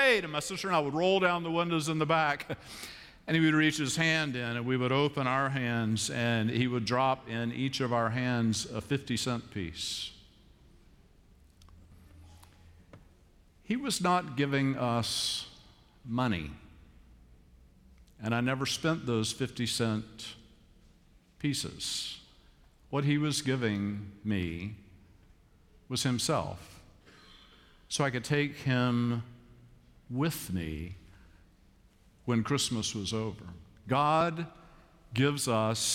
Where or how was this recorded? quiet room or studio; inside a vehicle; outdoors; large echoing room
large echoing room